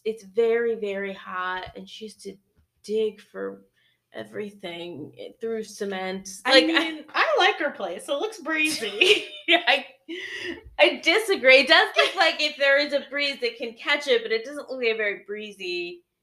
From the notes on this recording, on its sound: sorry the audio got messed up a bit